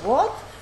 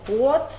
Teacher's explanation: Это и сейчас есть в некоторых русских диалектах. Скажем, например, «год» с «о» открытым и «под» с «о» закрытым. · Term: «о» открытое и «о» закрытое